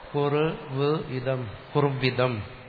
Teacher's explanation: ഉകാരത്തിന്റെ സ്ഥാനത്ത് വകാരം വന്നു